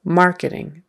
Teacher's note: Our stress for that is on the first syllable, marketing.